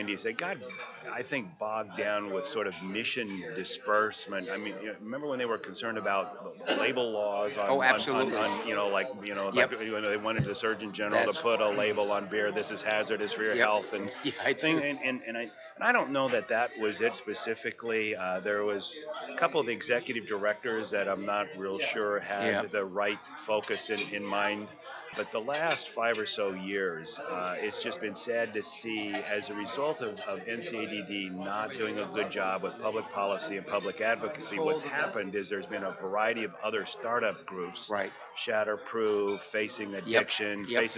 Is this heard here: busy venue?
yes